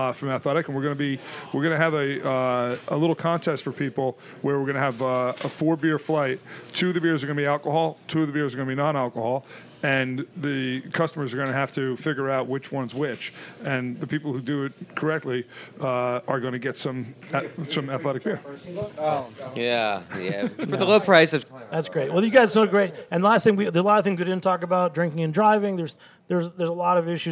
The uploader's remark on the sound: Recording at Top Hops Beer Shop. Some of his early supporters are around the table as well.